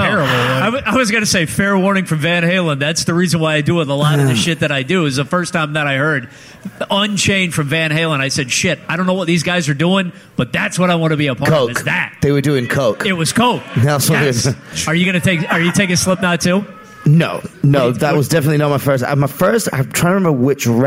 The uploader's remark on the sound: Live inside Stan's Room at Piere's.